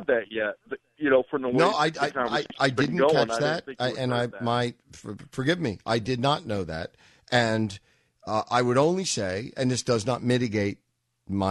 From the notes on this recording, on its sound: All that plus your phone calls